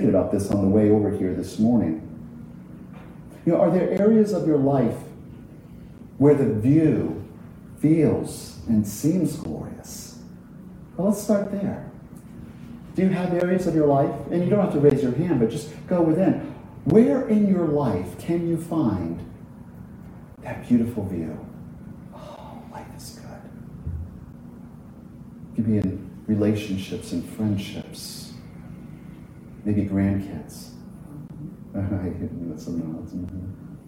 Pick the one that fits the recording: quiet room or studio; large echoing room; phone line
large echoing room